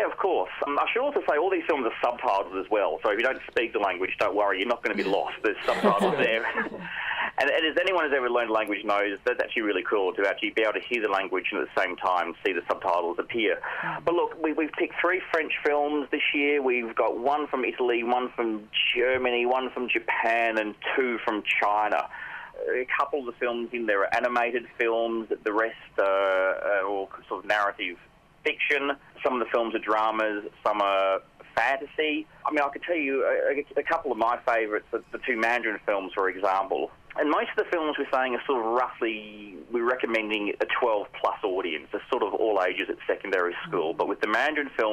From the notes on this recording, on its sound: on the line